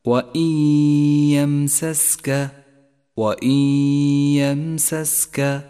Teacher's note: اقرأ قوله تعالى وإن يمسسك وإن يمسسك، ولاحظ حكم الإدغام بغنة، فقد جاءت النون الساكنة وبعدها حرف الياء وهو حرف إدغام بغنة، والواجب هنا أن تسقط النون الساكنة من اللفظ، ولذلك هي رمادية، ثم بعد ذلك نقف بغنة زمنها حركتان على حرف الياء الذي بعدها، ولذلك لون باللون الأخضر إشارة إلى موقع الغنة، تقرأ هكذا: وإن يمسسك وإن يمسسك.